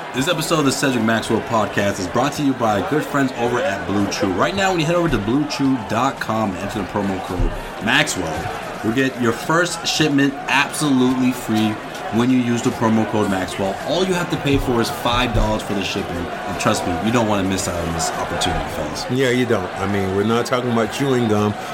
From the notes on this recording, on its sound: BOSTON. Podcasting, on location, from The Stanley Cup Final.